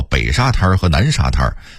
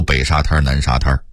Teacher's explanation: 沙滩在北京话里一定得加儿音读沙滩 · Term: 儿化韵